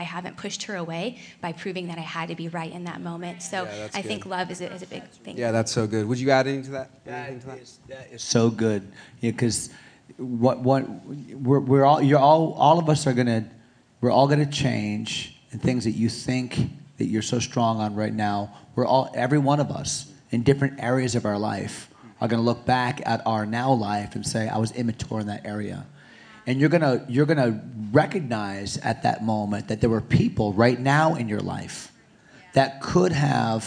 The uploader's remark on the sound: Panel Discussion at Rock Hill Conference.